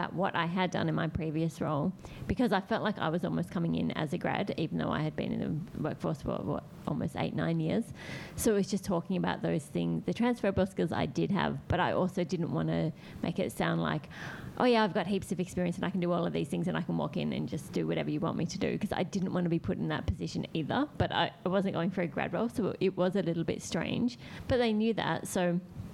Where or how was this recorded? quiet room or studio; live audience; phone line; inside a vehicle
live audience